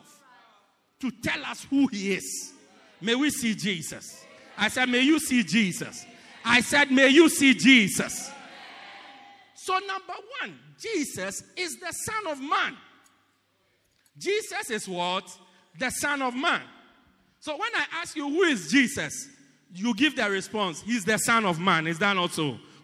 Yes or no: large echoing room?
yes